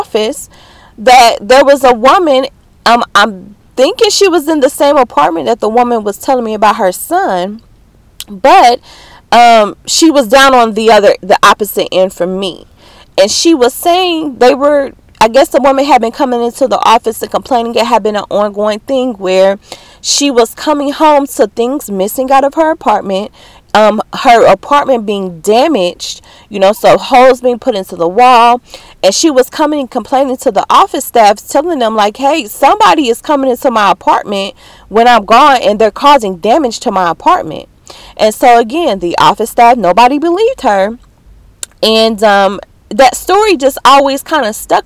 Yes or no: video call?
no